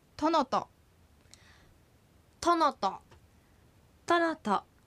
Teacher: トノトは3つに分けることができて、頭のトにアクセントがつきます · Term: 例外